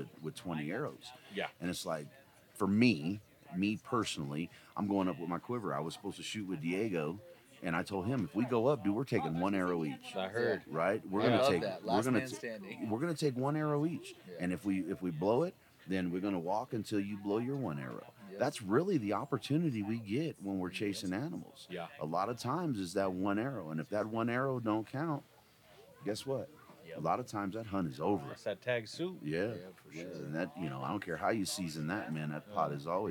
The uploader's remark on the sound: Live from Mountain Archery Fest. I love sitting down face to face to record episodes!